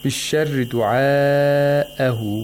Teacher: We have مَدُّ المتصل here, a long vowel followed by a hamza, and both are in the same word. The long vowel and the hamza are both in the same words.